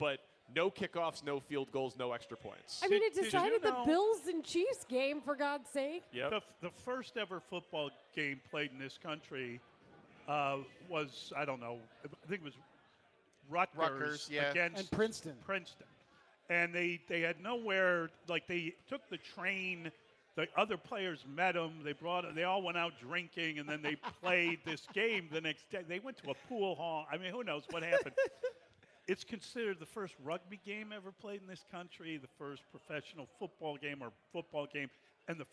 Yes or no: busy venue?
yes